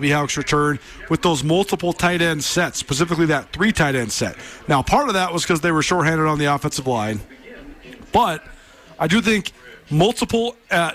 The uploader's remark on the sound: from the press box at Washington-Grizzly Stadium